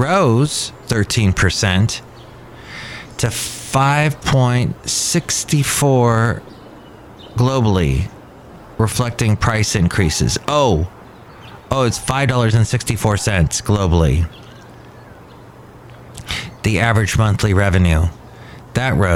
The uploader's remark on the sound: podcasts live from Cafe Anyway